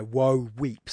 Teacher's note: spondee, which is two stressed syllables